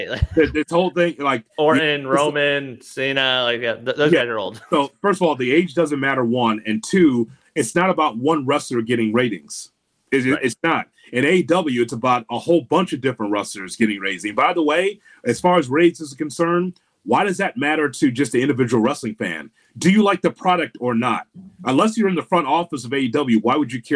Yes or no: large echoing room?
no